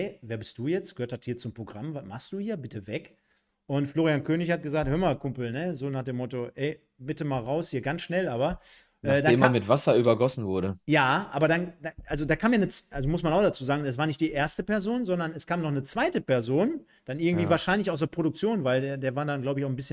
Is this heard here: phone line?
no